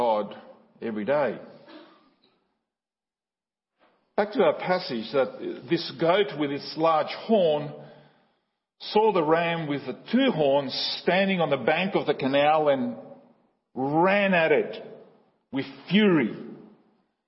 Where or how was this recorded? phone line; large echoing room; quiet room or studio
large echoing room